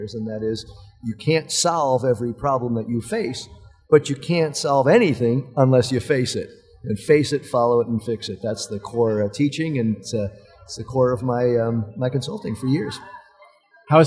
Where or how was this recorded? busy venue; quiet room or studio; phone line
busy venue